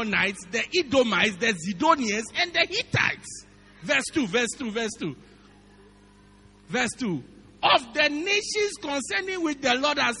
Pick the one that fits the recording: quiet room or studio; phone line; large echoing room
large echoing room